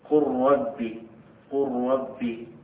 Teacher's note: أو جاء بعدها راء، قل ربي، قل ربي، لأن الأول إدغام متماثلين يعني اللام مع اللام، والثاني إدغام متقاربين أي اللام مع الراء